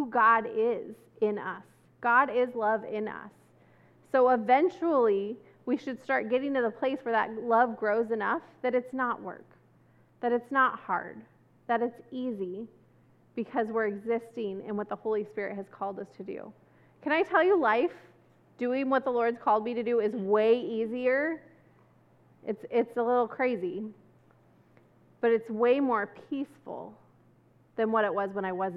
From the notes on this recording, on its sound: This service was recorded on Sunday, September 11